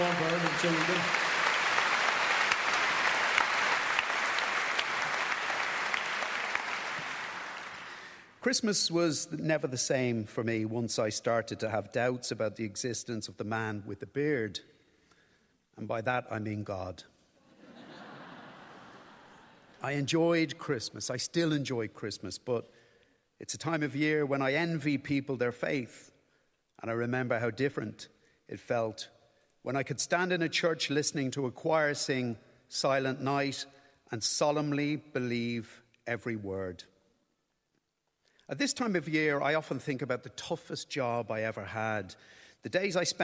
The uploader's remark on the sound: all recorded at the National Concert Hall